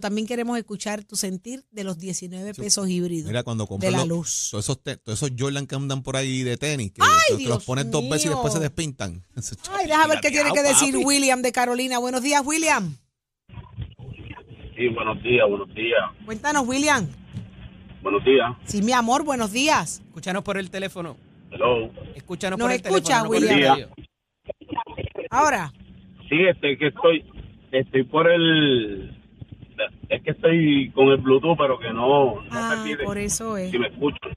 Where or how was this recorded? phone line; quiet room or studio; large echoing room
phone line